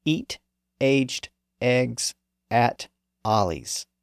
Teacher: The first sound in each of those words represents each of those front vowel sounds, from highest to lowest.